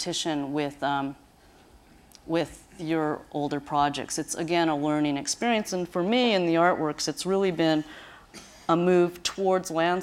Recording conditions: live audience